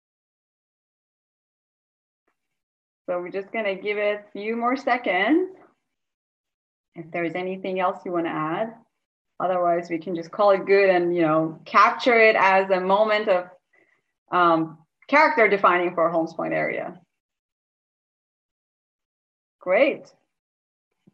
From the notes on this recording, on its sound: Holmes Point Street Standards Zoom Engagement Session.